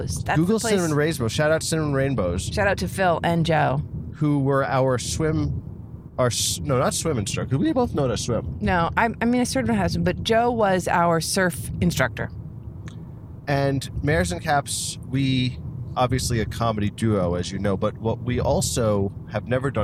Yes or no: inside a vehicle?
yes